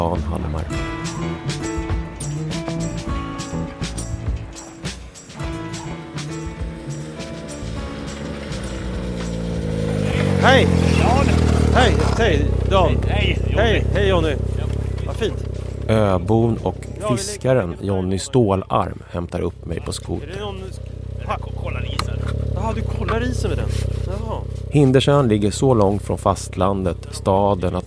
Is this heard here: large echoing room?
no